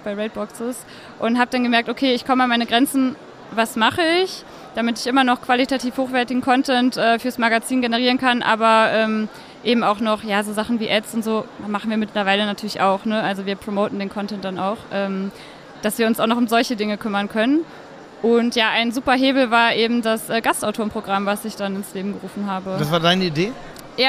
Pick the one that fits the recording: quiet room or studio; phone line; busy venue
busy venue